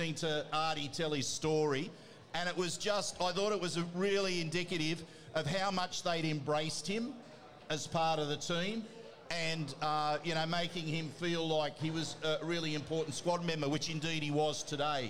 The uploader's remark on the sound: live from Jacks Bar & Grill at Parramatta Leagues Club